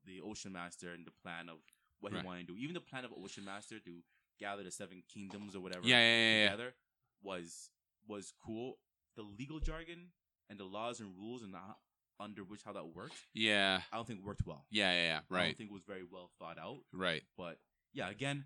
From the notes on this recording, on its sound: Apologies, there were some volume difficulties with is recording. Completely listenable, just need to turn up the volume.